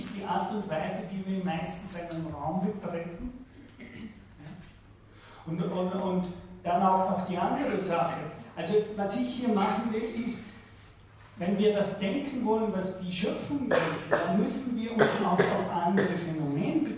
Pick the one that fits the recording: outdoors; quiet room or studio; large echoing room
large echoing room